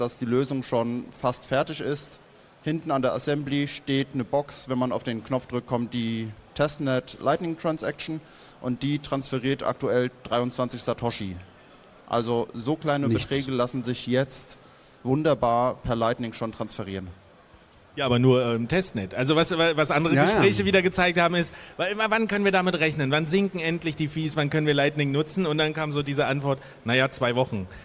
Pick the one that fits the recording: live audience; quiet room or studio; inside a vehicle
live audience